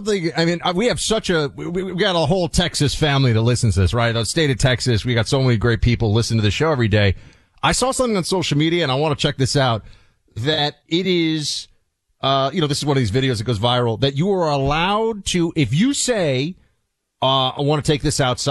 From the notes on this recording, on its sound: Doctors call